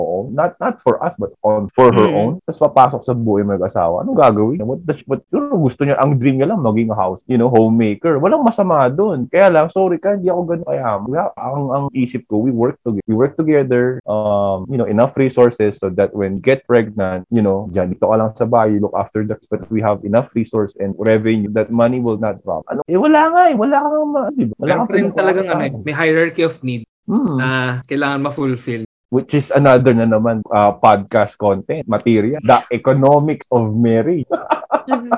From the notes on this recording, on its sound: We were having some technical difficulties